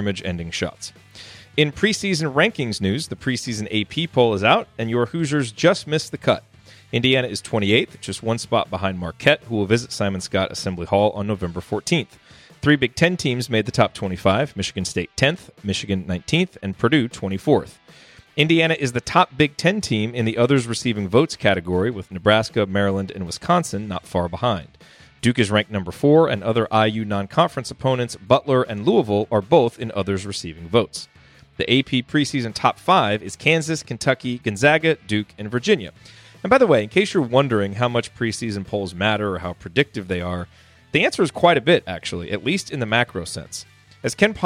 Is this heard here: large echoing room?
no